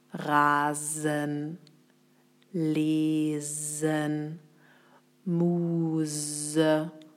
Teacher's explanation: Steht das S in der Mitte zwischen zwei Vokalen, also A oder E, dann wird es mit Stimme gesprochen, also summend.